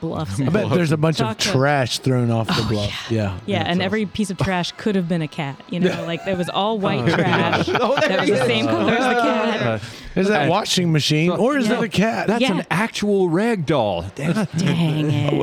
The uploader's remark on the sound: via phone